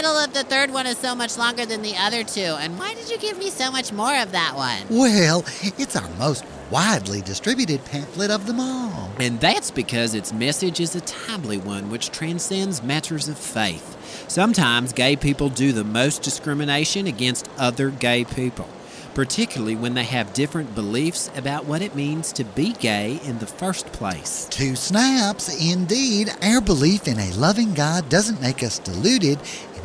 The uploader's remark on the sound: Live from center court at one of the worst shopping malls in the deep, deep, deep South. Fights off irate security guards, a water feature no one seems able to turn off, the blender at Orange Julius.